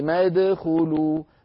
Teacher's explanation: ما في همزة في أول فعل ادخلوا لأنها همزة وصل تسقط في وصل الكلام، تسقط في درج الكلام.